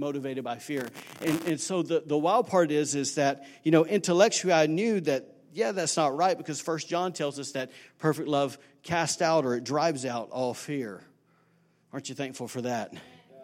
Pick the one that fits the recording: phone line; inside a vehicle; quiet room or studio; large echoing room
large echoing room